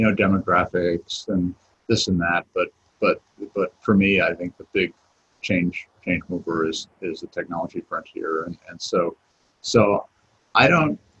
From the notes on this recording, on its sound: Book Club recordings were hard to digest as Zoom recordings. We stripped out the audio and are posting it here in podcast form.